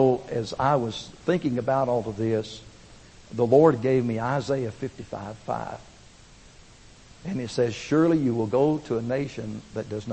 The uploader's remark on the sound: Recorded at First Baptist Church, Pigeon Forge, TN (2005)